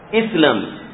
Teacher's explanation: لأن هذا هو الأصل في همزة الوصل، ننطق بها مكسورة، حرف الثالث مفتوح فننطق بها مكسورة نقول إسلم، وهذه أسلم، فهذا الفرق بين هاتين الكلمتين حتى في النطق في البدء بهما.